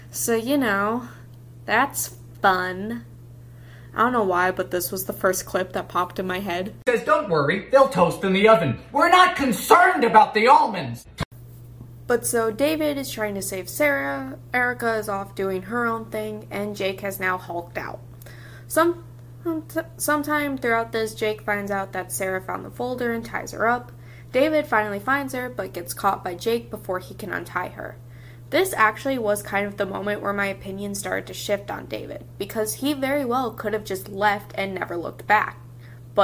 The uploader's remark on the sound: I didn't have my mic so the audio maybe slightly different.